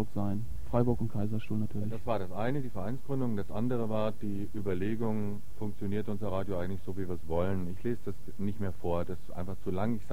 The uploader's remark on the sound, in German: Telefoninterview